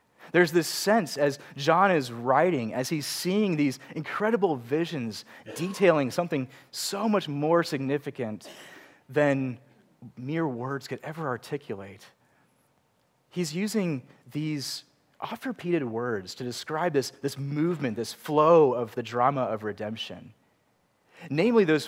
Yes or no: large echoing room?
yes